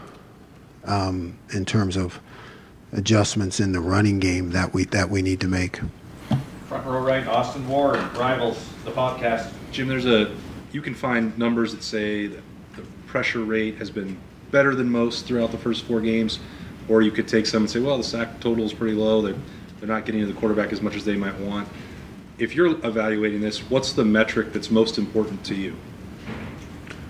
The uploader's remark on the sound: The Land-Grant Podcast Network will be bringing you uncut audio primarily from Ohio State press conferences, but also from individual interview sessions. Press conferences at the Woody Hayes Athletic Center. Met with the collected media.